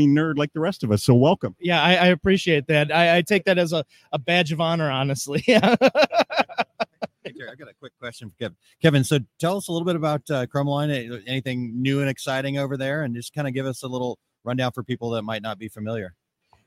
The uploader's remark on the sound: Live from Ft. Worth Impressions Expo. Join us for a special live episode of the 2 Regular Guys Podcast, coming to you from the heart of the Impressions Expo in Ft. Be prepared for exciting conversations with attendees and exhibitors from the show floor.